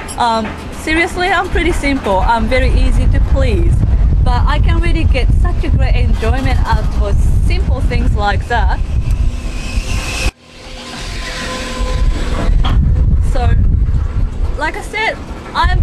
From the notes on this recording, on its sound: Our first videocast live from the Ferris Wheel, Geelong!